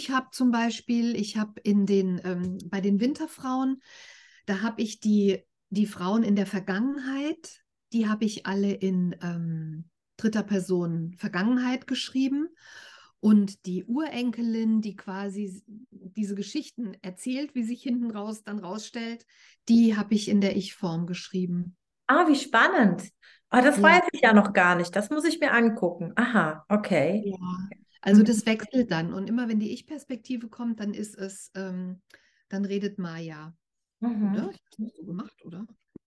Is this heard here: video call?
yes